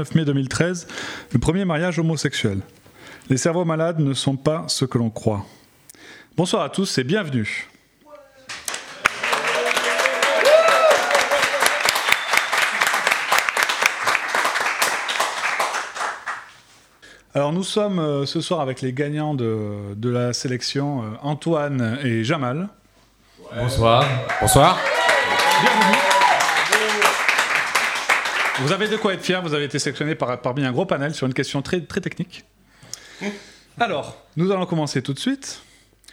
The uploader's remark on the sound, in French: Épisode enregistré en public par la section E&R Languedoc.